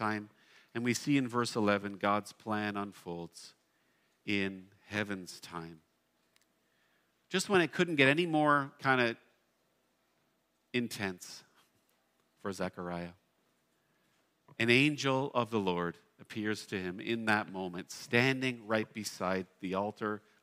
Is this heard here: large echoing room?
yes